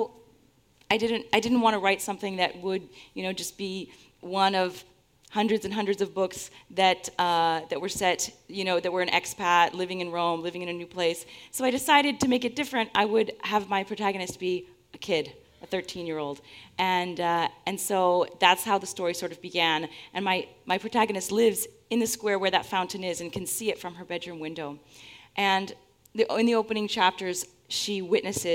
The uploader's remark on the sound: We explore the concept of synchronicity live on stage in Seattle. We also take audience questions.